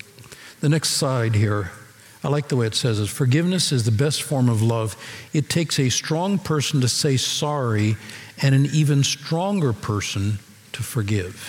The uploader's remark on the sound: Recorded Live at Capital Church in Meridian, Idaho